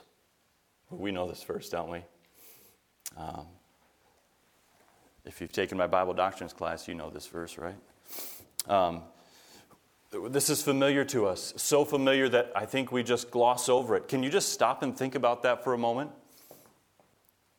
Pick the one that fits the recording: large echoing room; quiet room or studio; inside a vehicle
large echoing room